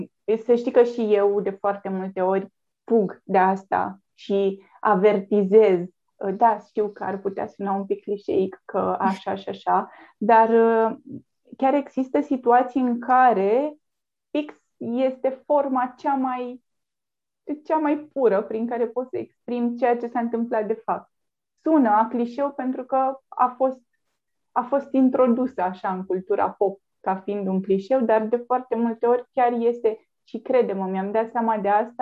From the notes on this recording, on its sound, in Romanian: Înregistrările sunt realizate pe Zoom, ne cerem scuze pentru eventualele probleme tehnice.